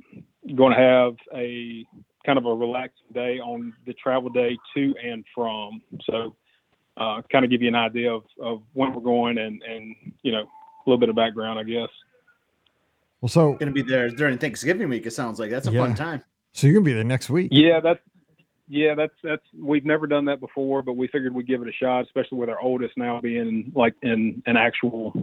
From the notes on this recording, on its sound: Live Call-in Show